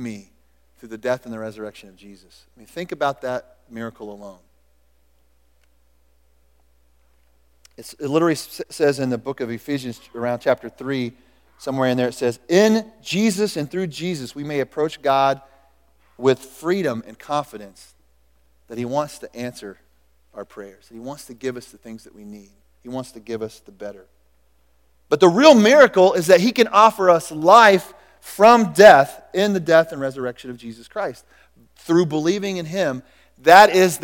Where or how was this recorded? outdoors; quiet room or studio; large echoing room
large echoing room